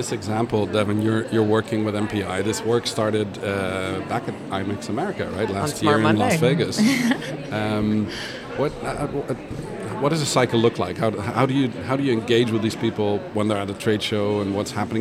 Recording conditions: busy venue